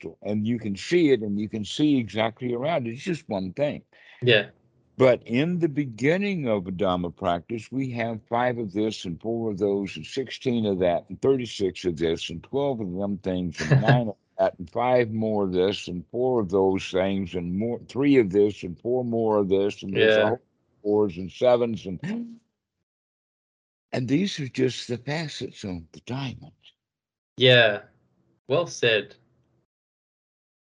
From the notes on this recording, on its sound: skype calls on this channel